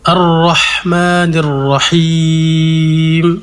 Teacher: Kemudian ha ditipiskan dan diperjelas sifat hamasnya, mengalirkan nafas.